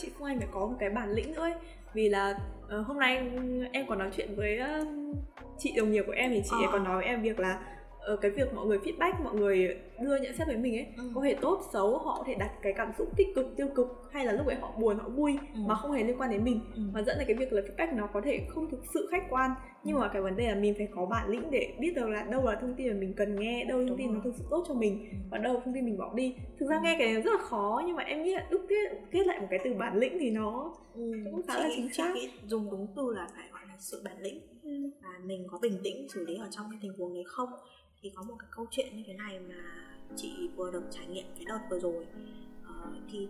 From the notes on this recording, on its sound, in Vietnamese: Chuyển Bánh sẽ cải thiện chất lượng âm thanh ở những tập sau! Rất xin lỗi các bạn nghe vì chất lượng âm ở những phút đầu chưa được hoàn hảo!